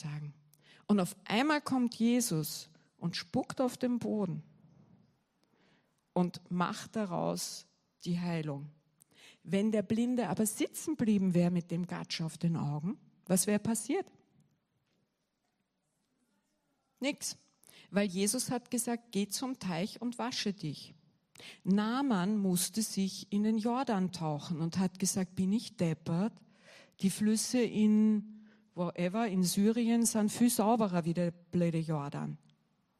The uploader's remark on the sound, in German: Gottesdienst live aus der LIFE Church Wien.